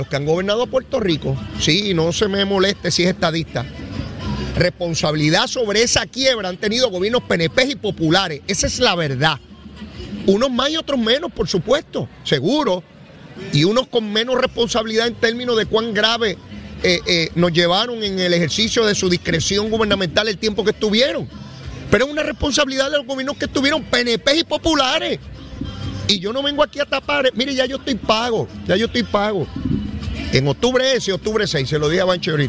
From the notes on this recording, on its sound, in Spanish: 93.7 Z 93 Puerto Rico. En directo desde el Coca Cola Music Hall a beneficio de los pacientes del hospital pediátrico de PR.